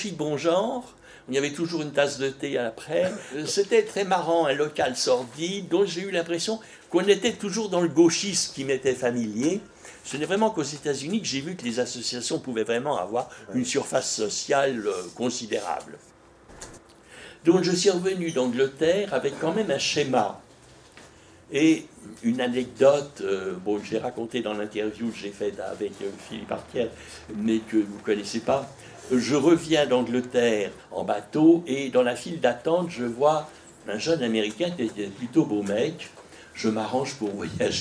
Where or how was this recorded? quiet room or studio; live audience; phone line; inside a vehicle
live audience